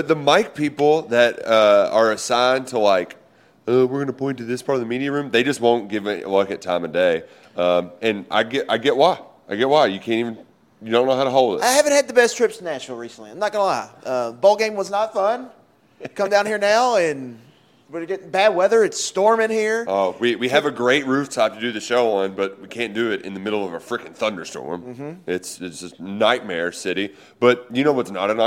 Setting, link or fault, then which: setting, busy venue